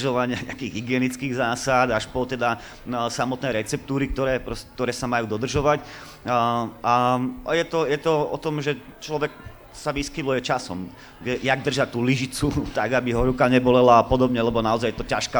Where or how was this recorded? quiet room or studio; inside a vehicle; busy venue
busy venue